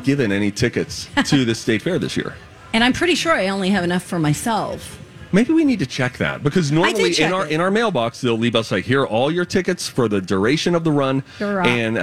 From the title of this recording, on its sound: Live From The State Fair!